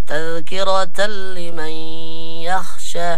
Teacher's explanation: النون الساكنة او التنوين عند الياء هنا الادغام بغنة